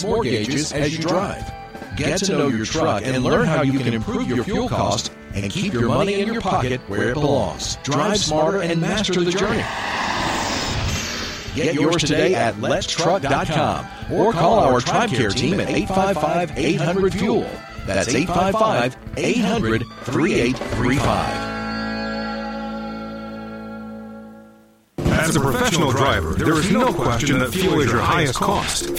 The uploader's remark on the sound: Call in Question and Answer Show